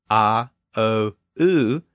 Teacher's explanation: if you say those three sounds in succession, ah, o, oo, you can feel it raise in the back of the mouth